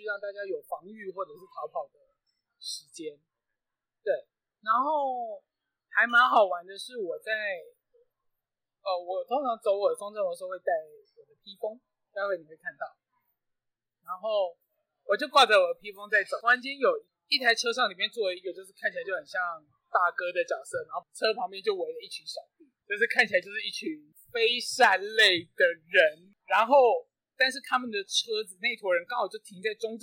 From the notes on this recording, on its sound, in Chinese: 這次錄音是在外頭，發現意外熱鬧的咖啡廳裡錄的，所以有些背景雜音請見諒…此外，為了修掉這些雜音加上錄音設備沒那麼好，所以品質部分再次請見諒…